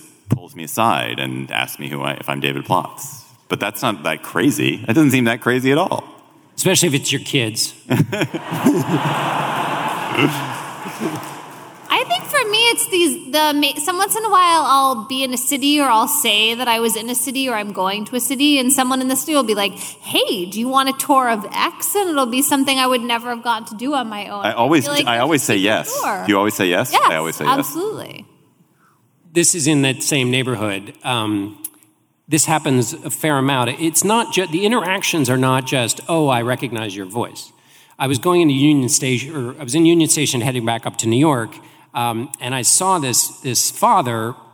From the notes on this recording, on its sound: Political Gabfest Live! Live at Sixth & I in Washington, DC.